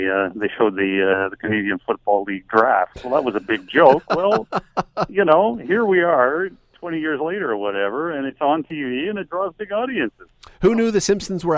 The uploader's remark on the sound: opens the phone lines